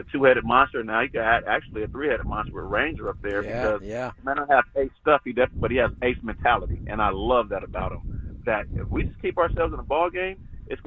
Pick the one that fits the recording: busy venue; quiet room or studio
busy venue